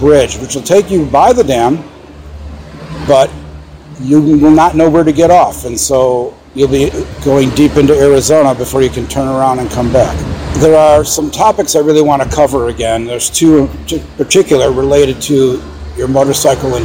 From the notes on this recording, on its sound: Live at Hoover Dam!